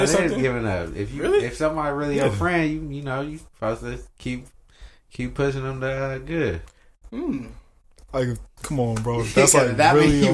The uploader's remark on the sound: sorry for the clipping throughout the episode